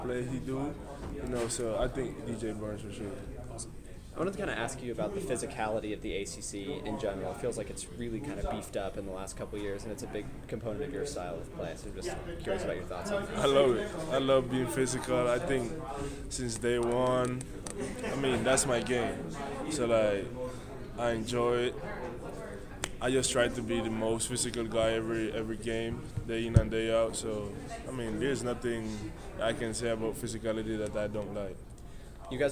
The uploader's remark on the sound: You'll also hear audio from the televised press conference